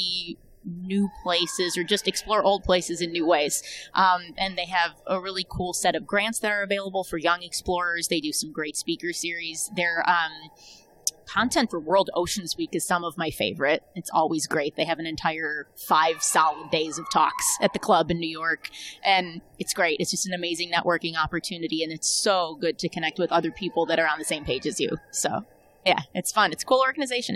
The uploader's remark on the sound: live from the 2023 Thunder Bay International Film Festival